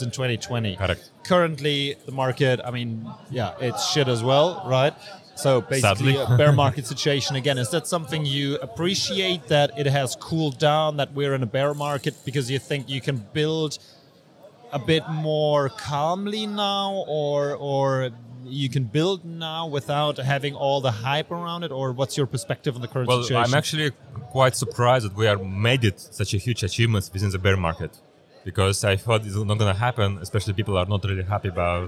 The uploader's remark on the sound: at Blockchance in Hamburg and record this episode for you!